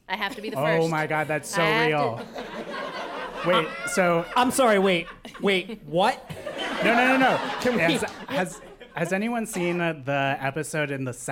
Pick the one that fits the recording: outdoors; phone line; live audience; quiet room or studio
live audience